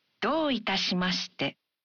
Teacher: When you say, どういたしまして? You say the vowel, O in ど, one beat longer.